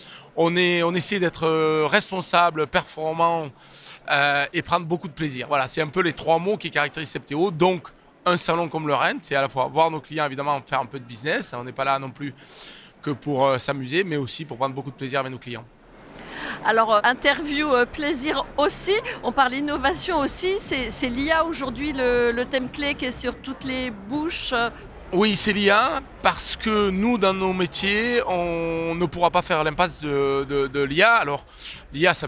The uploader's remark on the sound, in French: Cette interview a été enregistrée en live du 10ème Salon RENT.